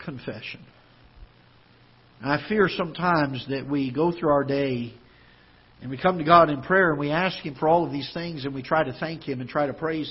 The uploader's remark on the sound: Ketha Heights Baptist Church ~ Live Broadcast.